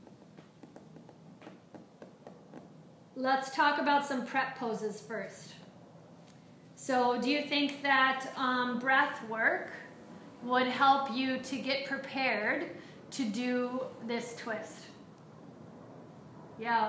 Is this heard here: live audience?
yes